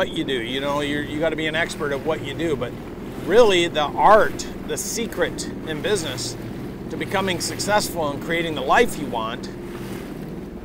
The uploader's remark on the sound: I am coming live to you from a jet ski in Capri, Italy. I am jet skiing in the South of Italy.